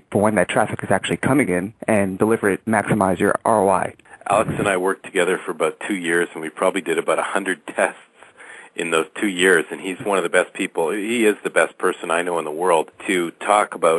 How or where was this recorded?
phone line